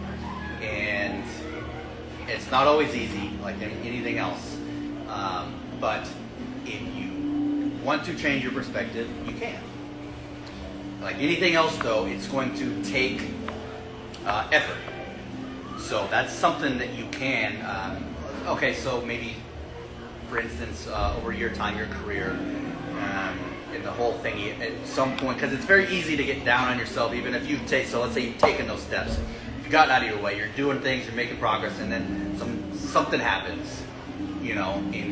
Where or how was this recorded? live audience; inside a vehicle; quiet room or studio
live audience